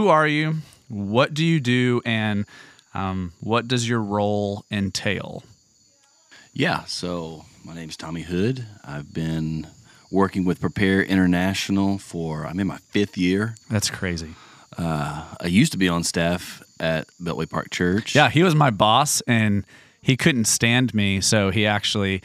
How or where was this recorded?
outdoors